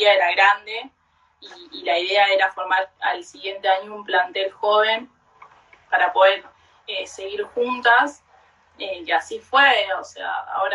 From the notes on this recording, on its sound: VIA INSTAGRAM LIVE